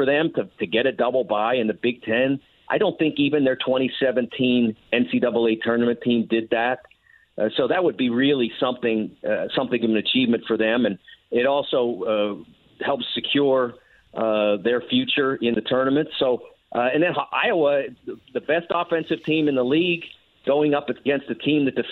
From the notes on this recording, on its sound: Opens the phone lines up and takes some questions from listeners. He also answers some questions from fans online, and through the phone lines.